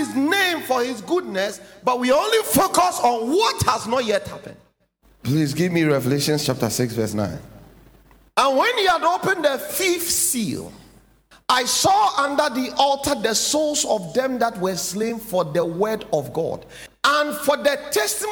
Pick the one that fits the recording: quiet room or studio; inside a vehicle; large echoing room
large echoing room